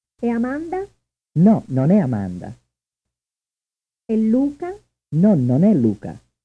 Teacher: Notice that the consonant immediately following the word no is strongly pronounced.